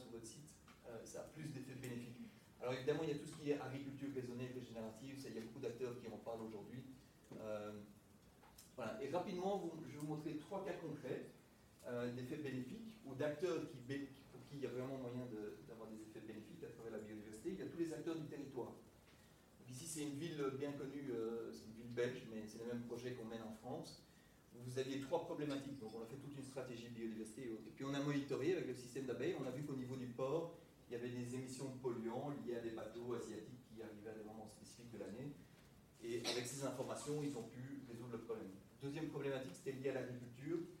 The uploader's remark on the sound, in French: Veuillez nous excuser de la qualité sonore de cet enregistrement, il y a eu un problème de micro ne relevant pas de notre responsabilité.